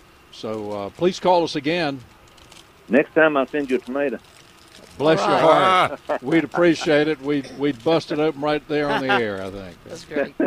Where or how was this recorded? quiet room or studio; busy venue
busy venue